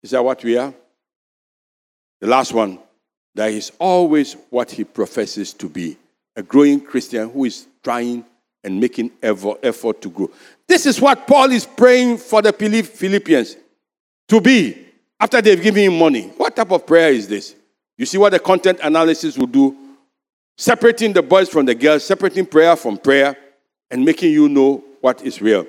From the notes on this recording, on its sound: Sermon preached at CBC Shiashie Campus.